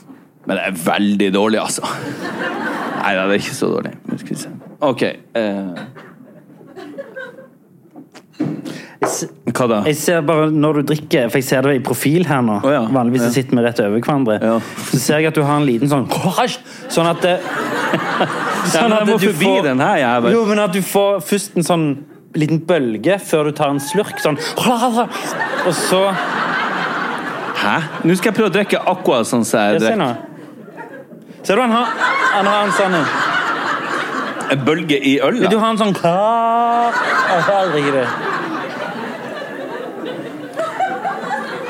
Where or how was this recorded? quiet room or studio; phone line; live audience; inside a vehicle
live audience